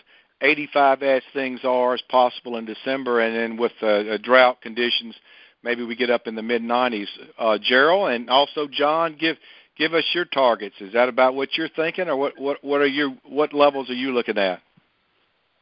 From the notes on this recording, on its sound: Monthly Conference Call.